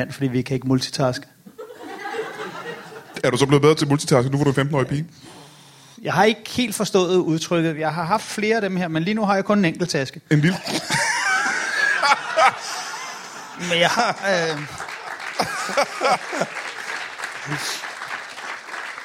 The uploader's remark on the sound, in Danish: LIVE fra Herning